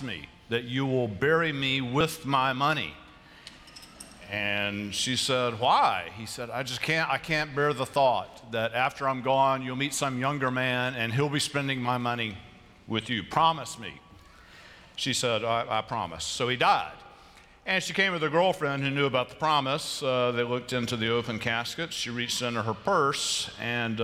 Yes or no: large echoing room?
yes